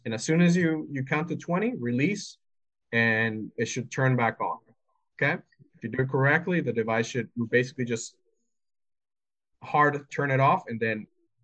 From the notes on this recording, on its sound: This recording from the December 7, 2022 VetTech Weekly Wednesday Webinar series